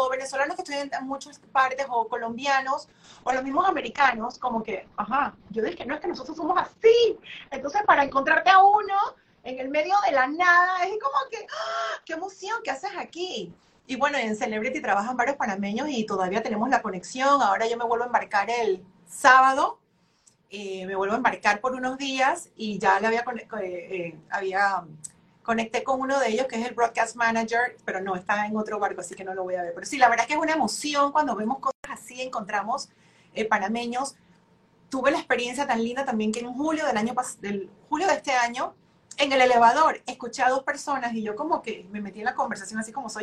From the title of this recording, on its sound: IG Live